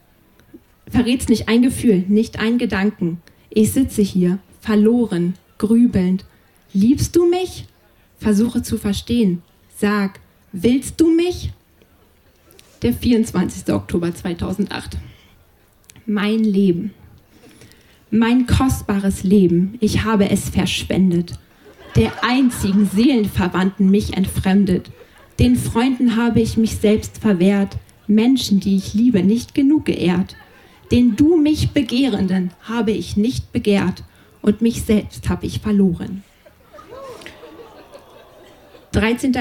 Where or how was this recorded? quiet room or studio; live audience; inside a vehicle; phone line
live audience